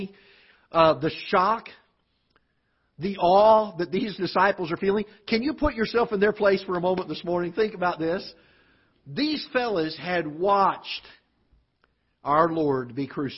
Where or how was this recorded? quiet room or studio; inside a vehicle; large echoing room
large echoing room